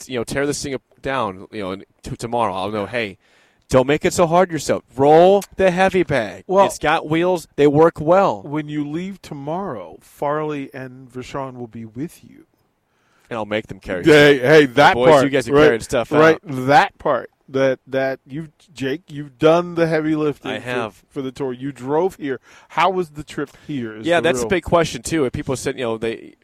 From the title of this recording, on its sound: LIVE from BIG Media Days...